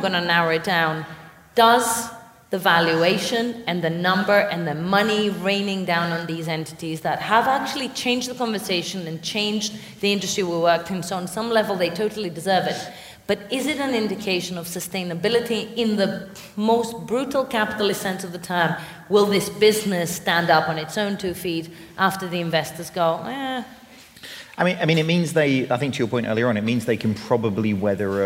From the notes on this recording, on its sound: Recorded live in London